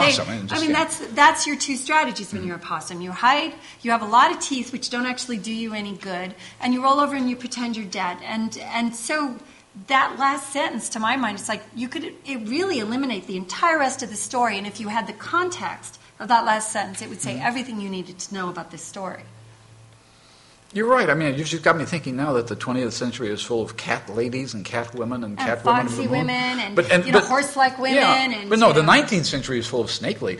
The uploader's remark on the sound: MidAmericon 2, the 74th World Science Fiction Convention. The episode was recorded live. In front of a terrific audience and was recorded by Kathi Overton and the MidAmericon 2 team.